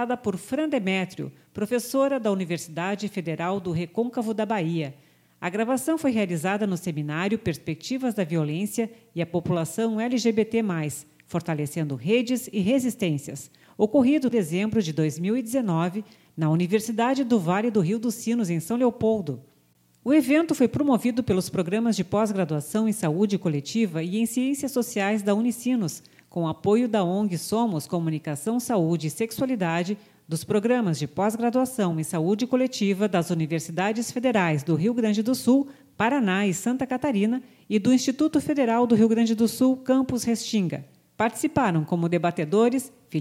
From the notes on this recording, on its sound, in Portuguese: A gravacão foi realizada no Seminário Perspectivas da violência e a população LGBT+: Fortalecendo redes e resistências, ocorrido em dezembro de 2019, na Universidade do Vale do Rio dos Sinos, em São Leopoldo. O evento foi promovido pelos Programas de Pós-Graduação em Saúde Coletiva e em Ciências Sociais da Unisinos.